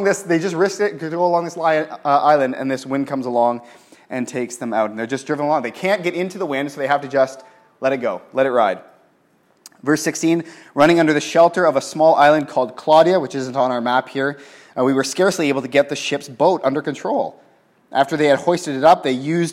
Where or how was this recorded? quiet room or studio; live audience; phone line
live audience